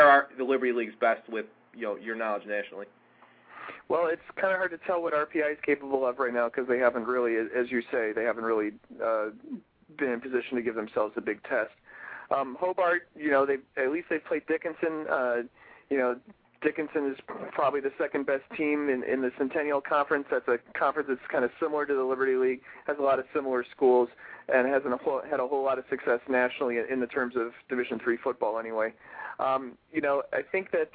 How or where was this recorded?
phone line